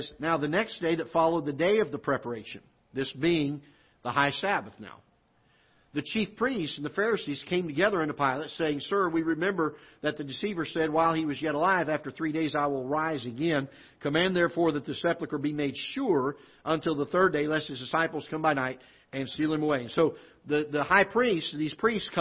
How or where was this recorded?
large echoing room